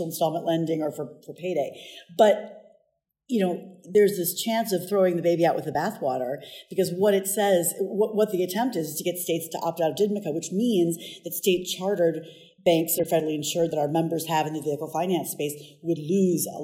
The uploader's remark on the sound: Recorded in Las Vegas at the end of the organization’s annual Vehicle Finance Conference.